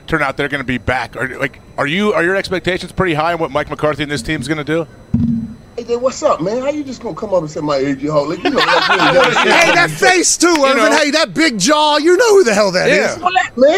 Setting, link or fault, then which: setting, busy venue